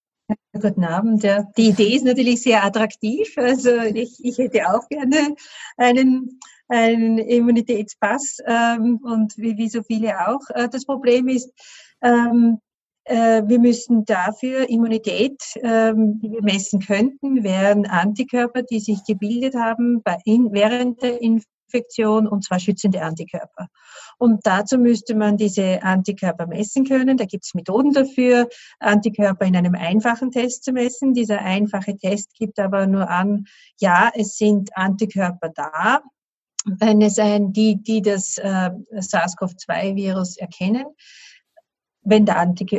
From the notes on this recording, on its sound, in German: Die Veranstaltung fand online über die Anwendung «Zoom» statt.